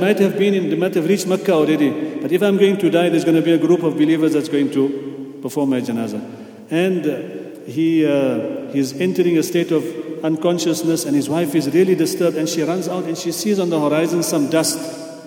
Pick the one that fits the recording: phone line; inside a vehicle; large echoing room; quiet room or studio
large echoing room